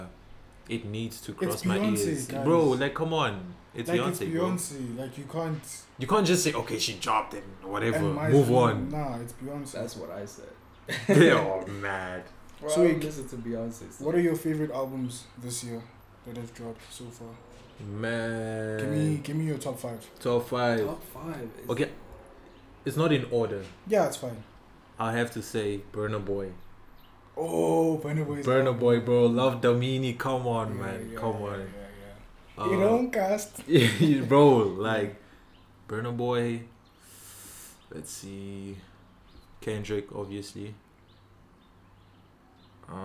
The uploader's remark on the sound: An all round funny discussion that was outside with the boys.